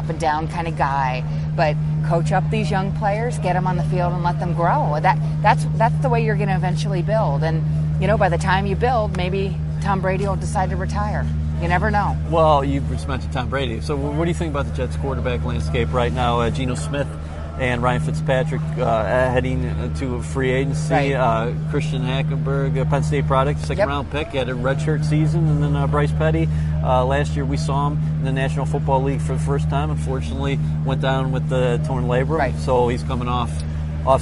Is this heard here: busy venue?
yes